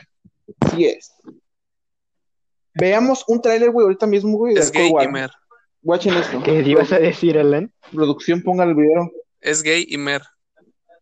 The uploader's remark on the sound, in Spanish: el audio de este podcast no es de la mejor calidad